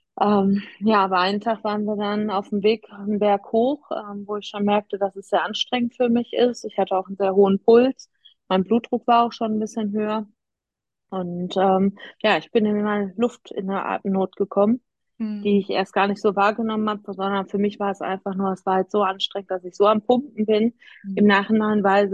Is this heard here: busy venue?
no